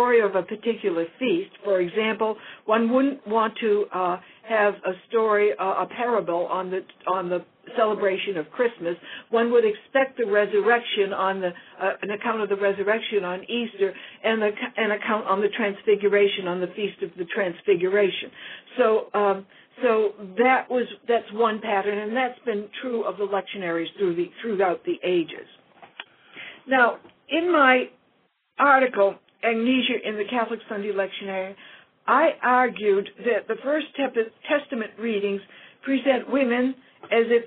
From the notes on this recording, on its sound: FutureChurch held a free phone conference.